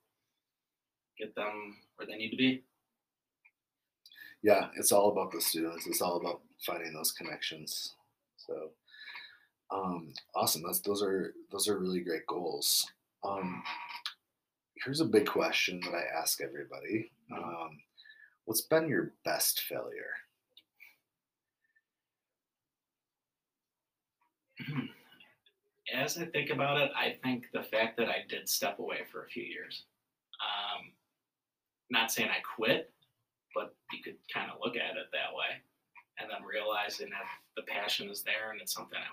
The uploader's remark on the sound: Apologies in advance for the low sound. I am still trying to figure out the best system to ensure there is clarity and appropriate volume in the sound system.